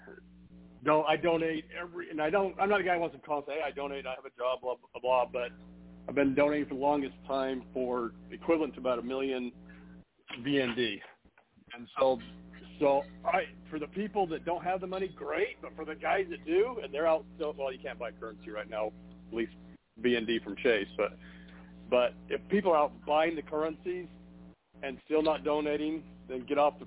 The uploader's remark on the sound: Conference Call